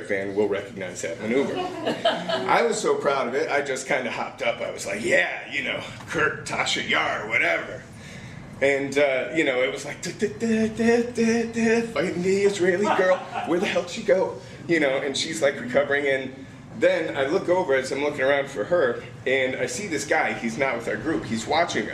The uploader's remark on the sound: Live at Story Salon